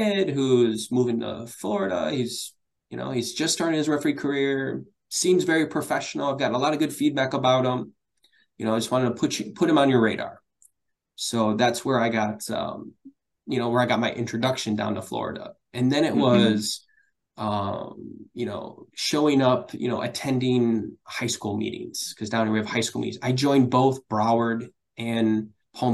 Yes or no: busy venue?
no